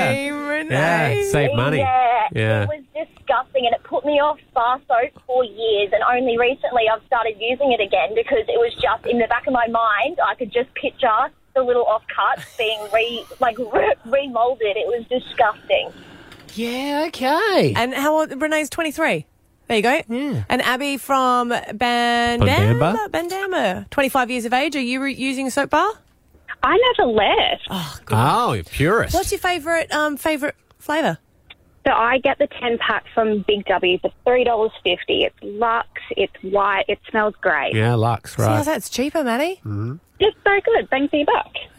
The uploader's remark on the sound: called in today for his first Brisbane radio interview